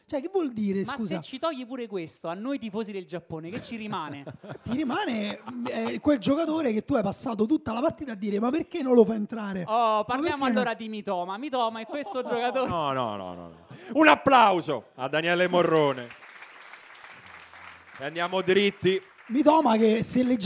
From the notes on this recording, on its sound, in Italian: Dal vivo in mezzo a voi